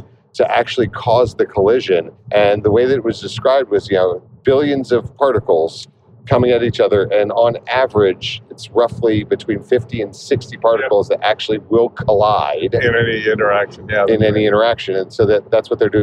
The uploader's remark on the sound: Recorded on December 3rd, 2023 live from the Autobahn.